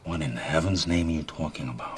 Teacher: He also gets a lot of nasality into the accent.